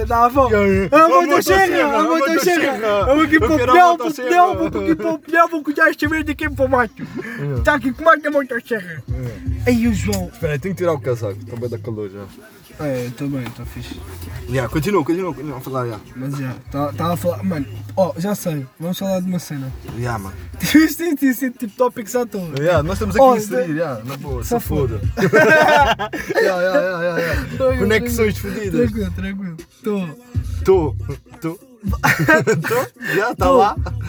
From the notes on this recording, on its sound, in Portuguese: Primeiro episódio no carro da avó!